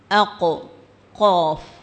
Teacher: زبان کی جڑ کوے کے قریب جب نرم تالو سے لگتی ہے تو وہاں سے قاف ادا ہوتا ہے